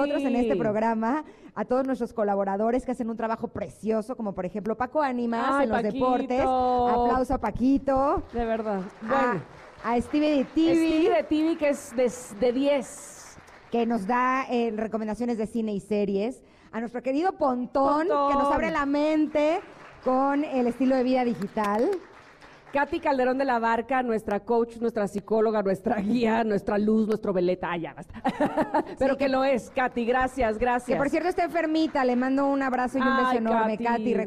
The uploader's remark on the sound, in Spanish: Celebramos juntos con nuestros conecters el tercer aniversario del programa, completamente en vivo desde el salón La Maraka.